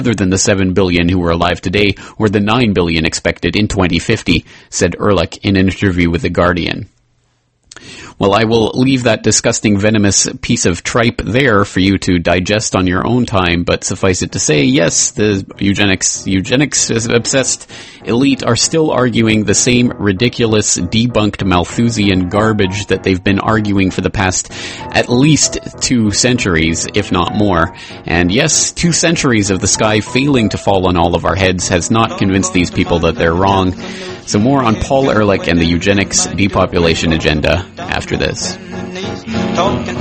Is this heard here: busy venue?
no